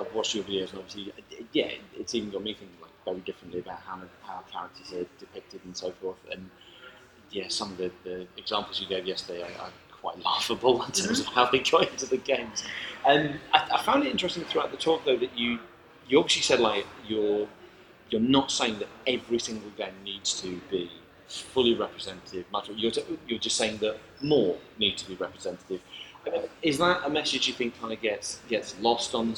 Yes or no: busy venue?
yes